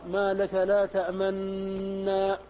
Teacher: فيضم الشفتين مع شدة النون · Term: الإشمام